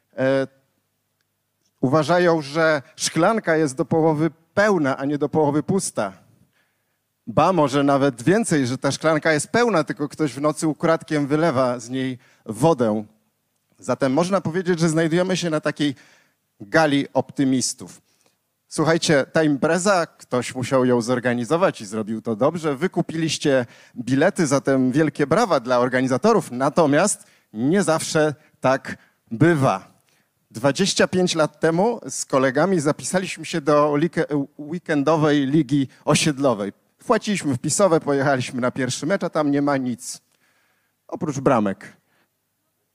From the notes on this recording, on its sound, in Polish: Odcinek jest nagraniem wystąpienia z Weekendu Kapitalizmu - trzech dni celebracji wolności, niezależności i dobrego biznesu; prelekcji, debat i pokazów filmowych. Warszawskim Teatrze Palladium.